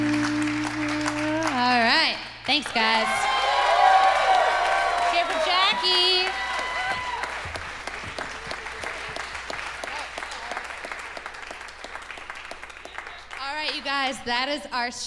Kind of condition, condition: setting, live audience